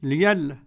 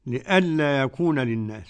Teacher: ورش يقرأ بإبدال الهمزة ياء · Shown in: first take